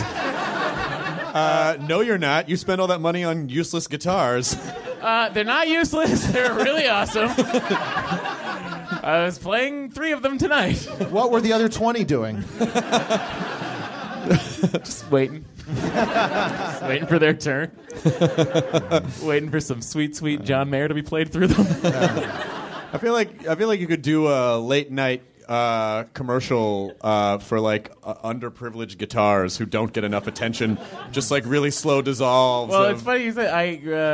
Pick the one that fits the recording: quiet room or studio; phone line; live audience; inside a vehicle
live audience